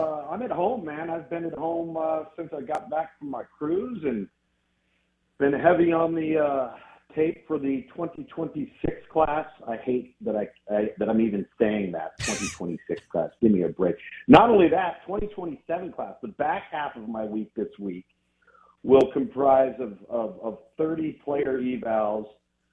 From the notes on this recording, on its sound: Joins the show on the Farm Bureau guest line talking about next season in SEC football live in the BankPlus Studio.